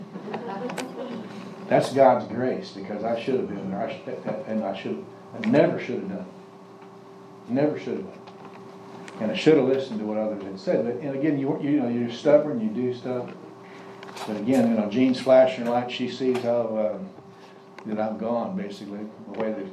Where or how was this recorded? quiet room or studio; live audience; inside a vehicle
live audience